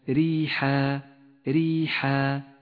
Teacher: نبدأ بالراء المرققة في كلمة ريحة ريحة، رققت لأنها مكسورة ولذلك لم تلون بالأزرق الغامق.